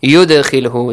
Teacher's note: An echoing sound produced with the dal.